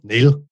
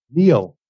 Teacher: So in Northern Ireland, it would be very flat vowel, one syllable · Shown in: first take